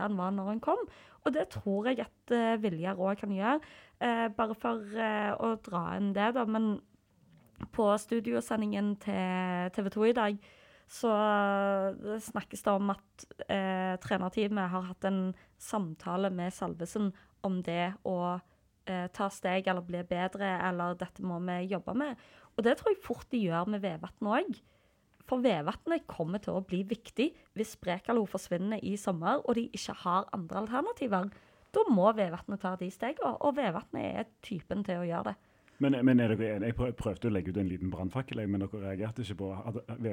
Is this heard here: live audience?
no